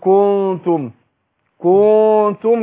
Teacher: هنخفي النون عند التاء · Term: الإخفاء